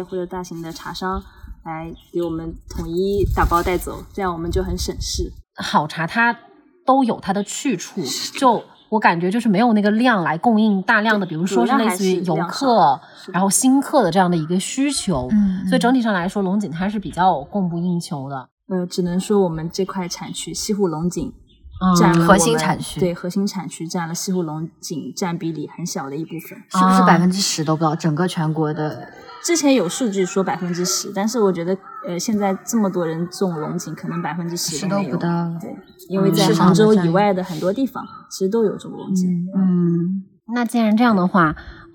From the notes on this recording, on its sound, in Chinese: 本期节目录制于嘉宾位于杭州市西湖区翁家山的山中小院。因在室外，偶有风过风铃，常伴春日鸟鸣，倒水泡茶的声音自然也不会缺位。播客录制于兴起之时，来不及注意诸多细节。